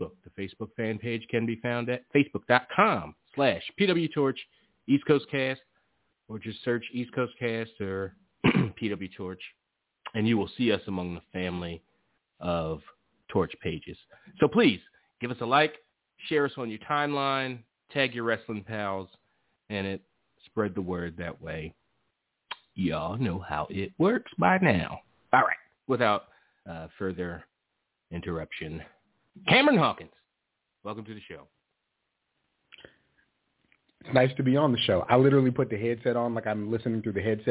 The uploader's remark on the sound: The guys are back live answering calls. Live callas and more.